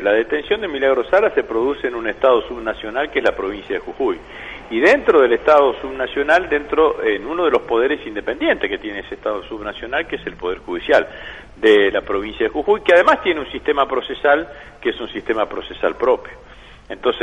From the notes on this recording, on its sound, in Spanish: Entrevista telefónica